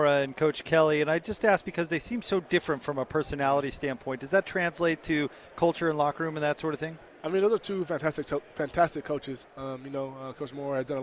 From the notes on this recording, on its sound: live from Pac-12 Media Day